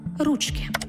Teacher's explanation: Якщо ж ручки вживають у значенні кінцівок, то у називному відмінку множини наголос падає тільки на перший склад